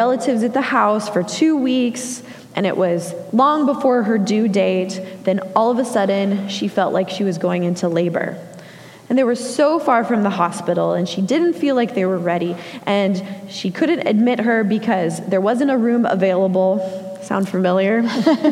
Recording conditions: live audience